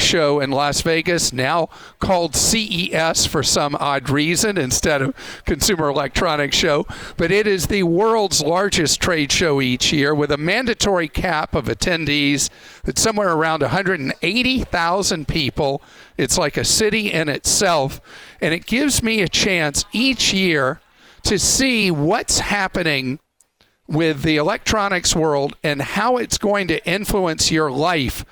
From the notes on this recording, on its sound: LIVE from CES